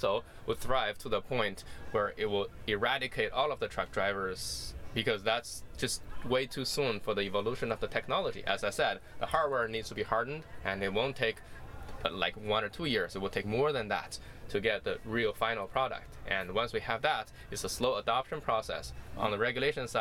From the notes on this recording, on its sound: all recorded at the conference held at the San Jose Convention Center